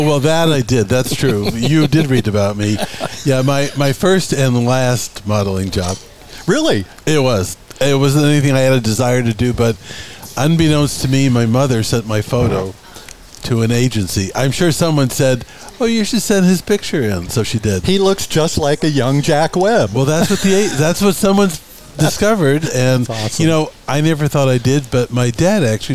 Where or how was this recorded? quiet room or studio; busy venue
busy venue